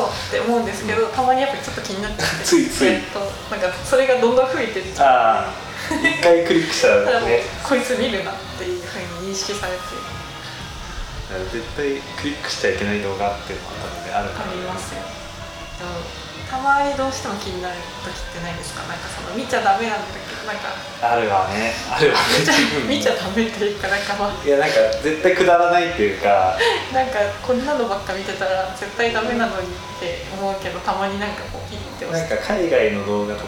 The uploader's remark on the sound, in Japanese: 今回もカラオケボックスでの録音のため音質的に聞き苦しい点が多々ございます